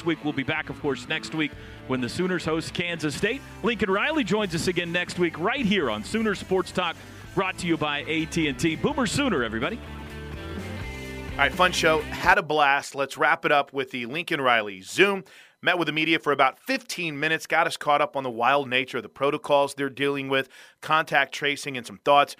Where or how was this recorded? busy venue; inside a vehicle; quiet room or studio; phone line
busy venue